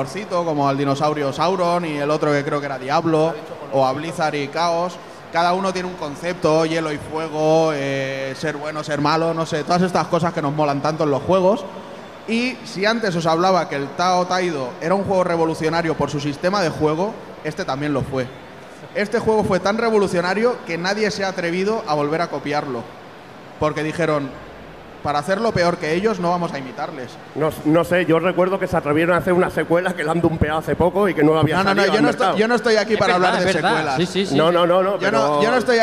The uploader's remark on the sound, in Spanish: Retrobarcelona 2017. Os traemos el especial que grabamos en la pasada Retro Barcelona junto a nuestros hermanos y compañeros de Rejugando.